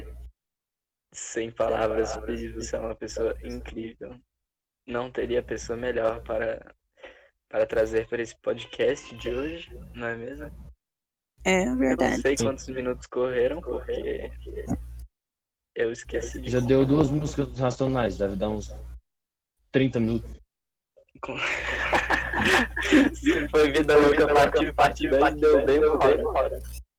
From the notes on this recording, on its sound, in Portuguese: muito audio estourado